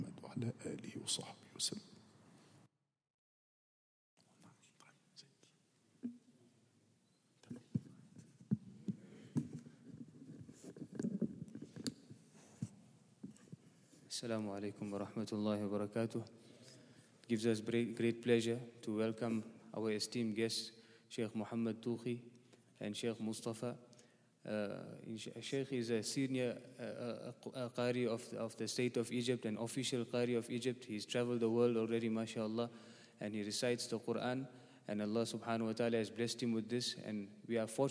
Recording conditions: large echoing room